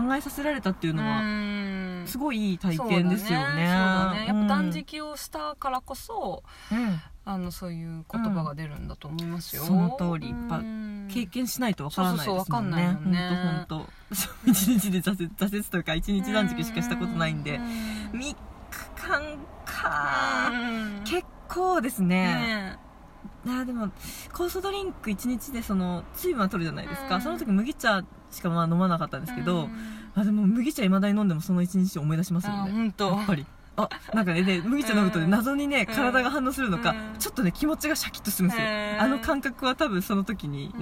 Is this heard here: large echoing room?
no